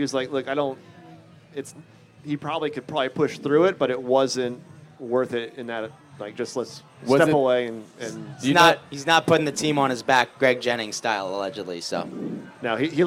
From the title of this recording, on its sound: TYR Wodaplooza Gameday // Sunday // Shut Up & Scribble LIVE From MIAMI